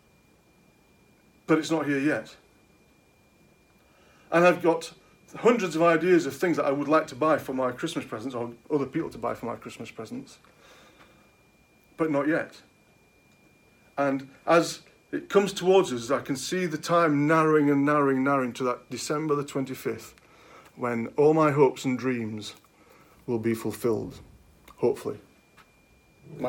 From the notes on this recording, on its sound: At King's Church, Cockermouth, as an audio file.